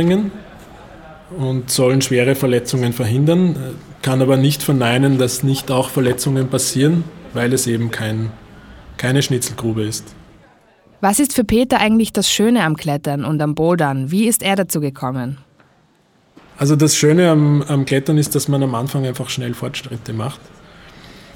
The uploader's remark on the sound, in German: Im Rahmen der LaSportiva Climb World Tour waren wir in der Boulder Bar in Wien. Wurde im Rahmen der Climb World Tour in Wien aufgenommen.